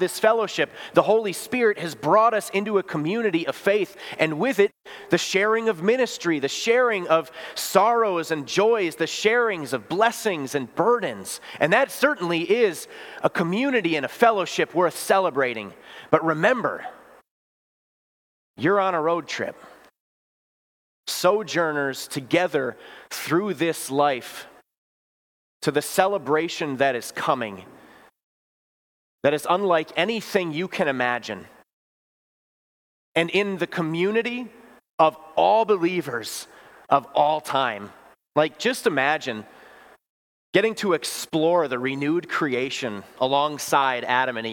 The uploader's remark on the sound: Bethany, Appleton, WI. Preached this sermon at Bethany's Sunday worship on June 4, 2023.